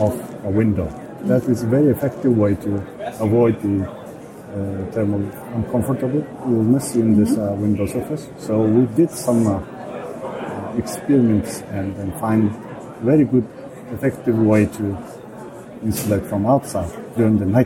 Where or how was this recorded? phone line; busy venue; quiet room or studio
busy venue